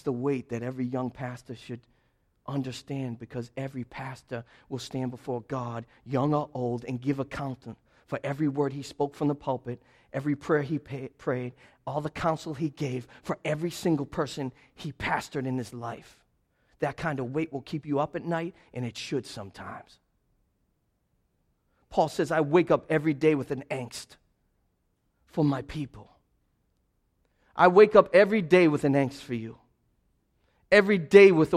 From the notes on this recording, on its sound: This sermon was preached as a part of a sermon series through the book of 1 Timothy entitled Disciple: Maturing with Timothy at Restoration Road Church on January 22.